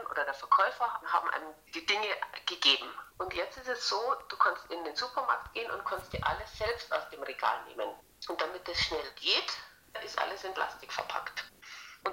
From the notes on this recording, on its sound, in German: per Telefon interviewen